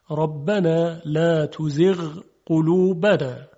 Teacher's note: حرف غین نباید در قاف ادغام بشه بلکه اظهار میشه